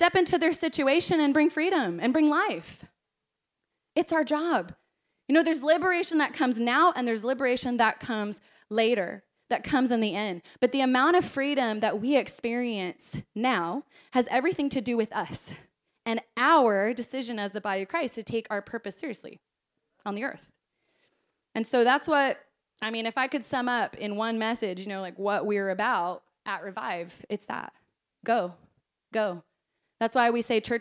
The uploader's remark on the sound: This message was preached at our Combined Service